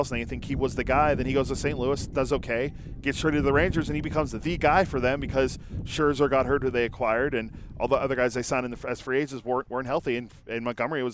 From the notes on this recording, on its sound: live from A's Fantasy Camp